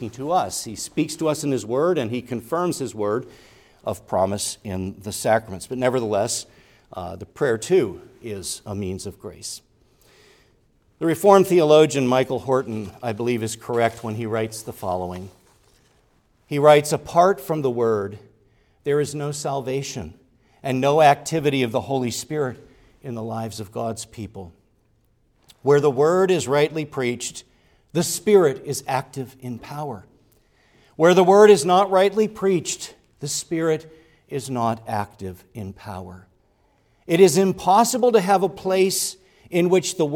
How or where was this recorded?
large echoing room